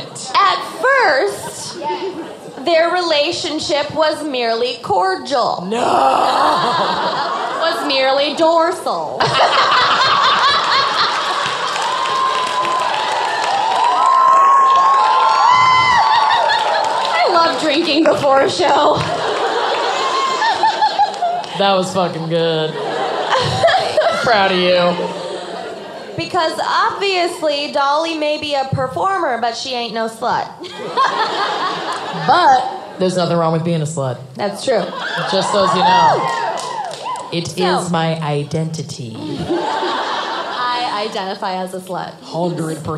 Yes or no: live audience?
yes